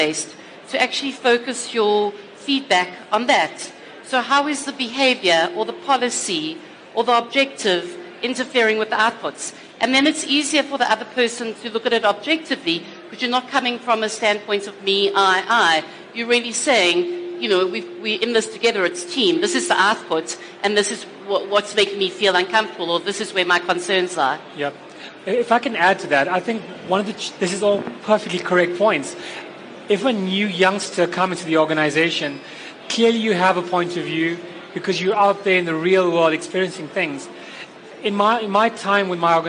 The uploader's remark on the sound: With a panel of thought leaders and experts at LeaderEx 2016. LIVE, interactive masterclass at Sandton Convention Centre, during which our audience were also able to ask the questions we all ask.